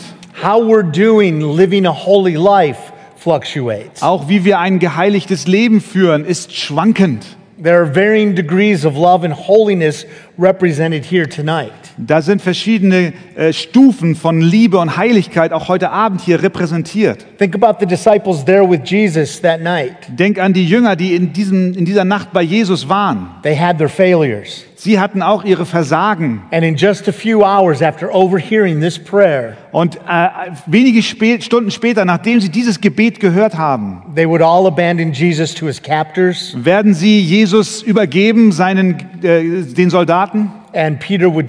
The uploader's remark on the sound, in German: Eine Predigt im Rahmen der Eckstein-Konferenz